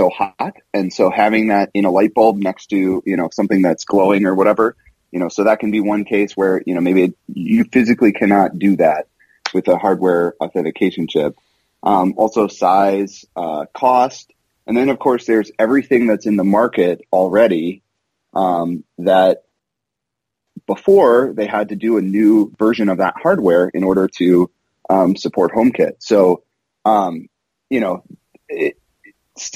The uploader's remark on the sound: I caught up by phone. From WWDC.